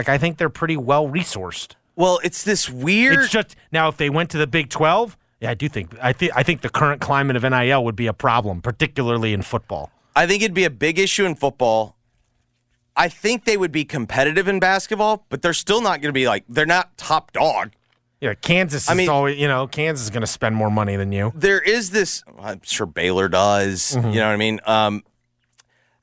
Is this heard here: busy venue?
no